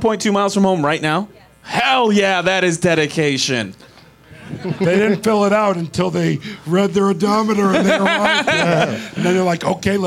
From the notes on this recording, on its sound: Live from Flappers in Burbank